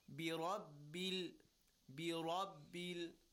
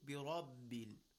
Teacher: Rounded and a heavy sound. · Term: tafkhim